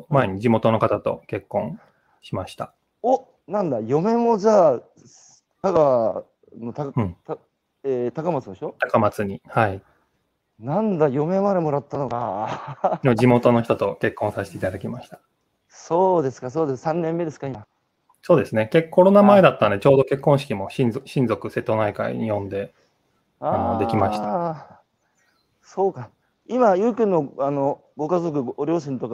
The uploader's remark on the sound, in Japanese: 歩きながら1時間、対談する